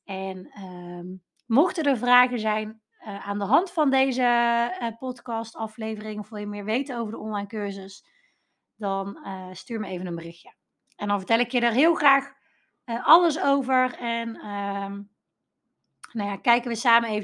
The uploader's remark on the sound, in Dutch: Deze aflevering is de audio van een Instagram Live video.